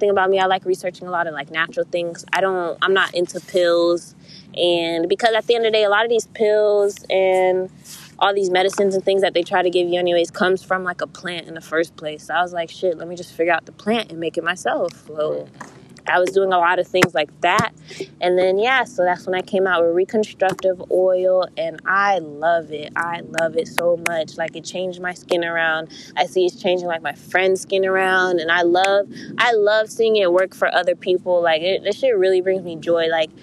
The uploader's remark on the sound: In this episode we took it outside and brought in some friends , had the wine going, some smoke going, bringing you relaxed vibes